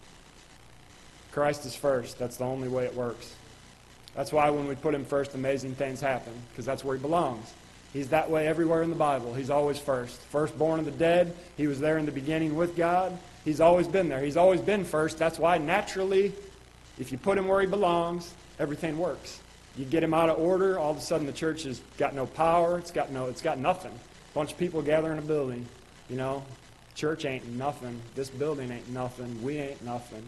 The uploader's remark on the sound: Ketha Heights Baptist Church ~ Live Broadcast.